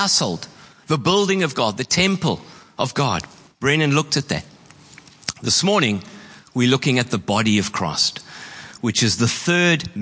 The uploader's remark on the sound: Preached on 26/11/23 at Horsham Downs.